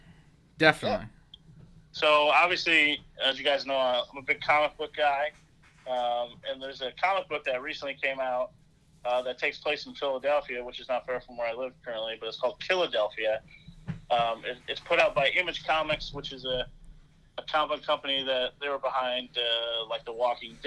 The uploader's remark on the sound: The gang joins via teleconference